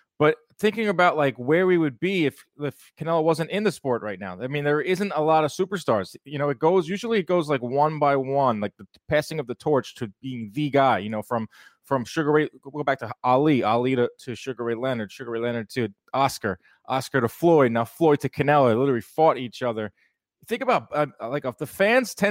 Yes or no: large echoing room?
no